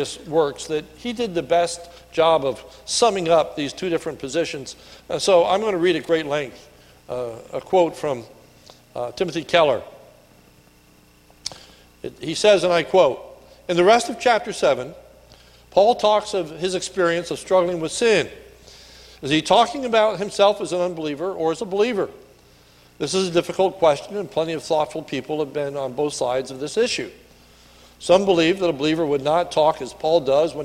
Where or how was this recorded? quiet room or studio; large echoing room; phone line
large echoing room